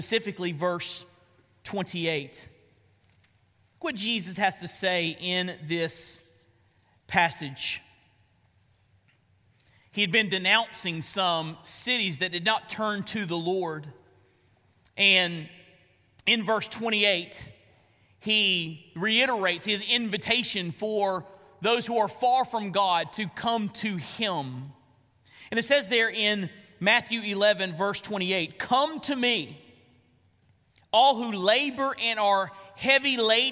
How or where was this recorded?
large echoing room